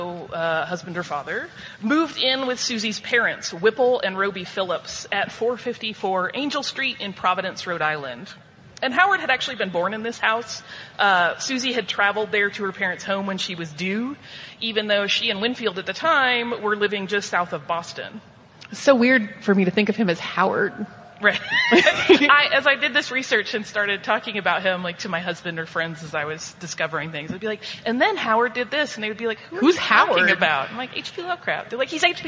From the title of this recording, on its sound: Live From Salt Lake Comic Con FanX